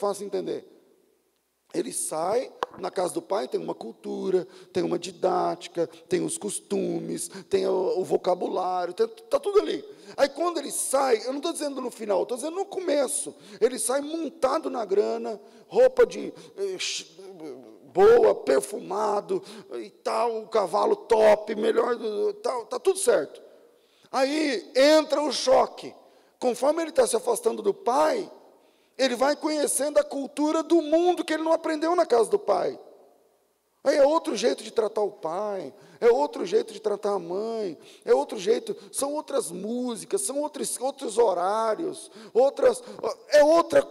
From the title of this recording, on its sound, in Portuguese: Culto ao vivo